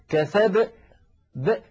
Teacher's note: يعني بعد الباء ينطق همزة ساكنة